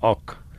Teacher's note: wat hulle die ek klinker verder en verder verlaag